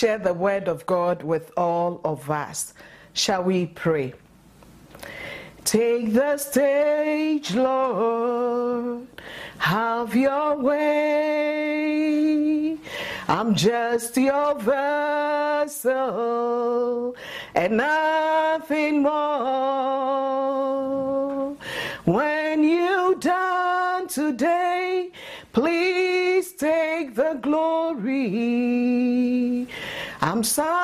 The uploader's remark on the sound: at Living Word Assembly of God Church